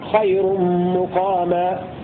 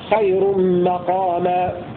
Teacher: قرأ ابن كثير بضم الميم الأولى في خير مقاما · Shown in: first take · خير مقاما. وقرأ الباقون بفتحها خير مقاما.